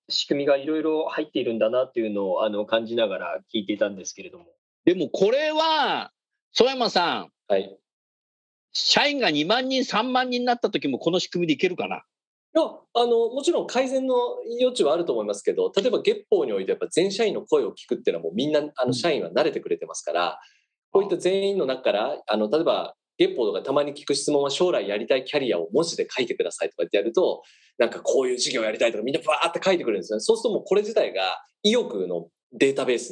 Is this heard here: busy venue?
no